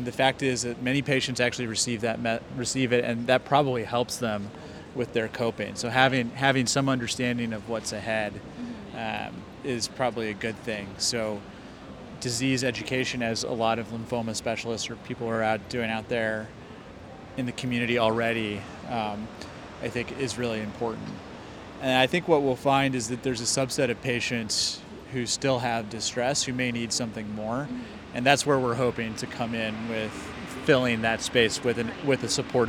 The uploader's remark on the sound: live interview recorded by Oncology Data Advisor at the 2023 American Society of Clinical Oncology (ASCO) Annual Meeting